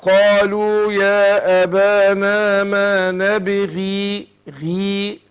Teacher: الغين المكسورة تاخد أدنى درجات التفخيم